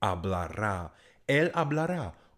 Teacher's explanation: Ve třetí je to jenom A. A s přízvukem, tedy dlouhé A.